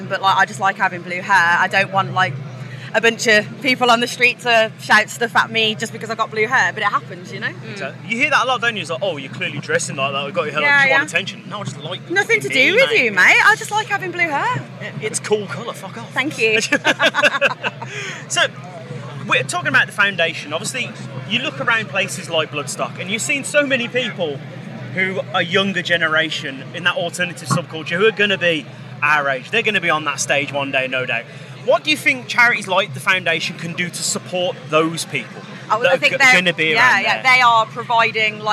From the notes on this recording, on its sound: From our 'Live from Bloodstock 2023' series.